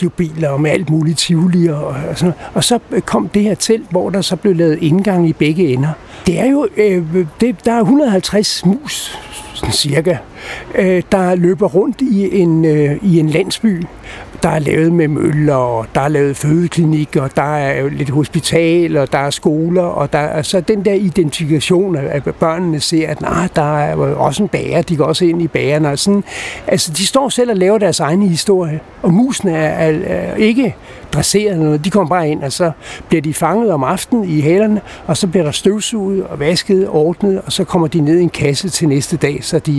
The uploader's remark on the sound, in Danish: Optaget på Nimb Bar, Tivoli, København.